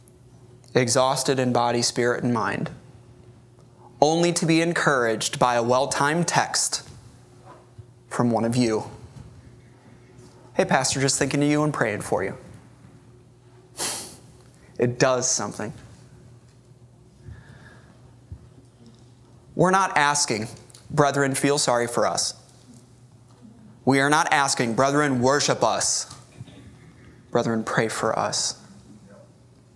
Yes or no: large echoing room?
yes